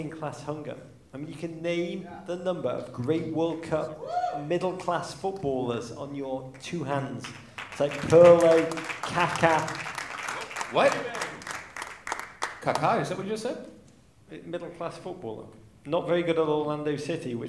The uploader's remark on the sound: Live in NYC.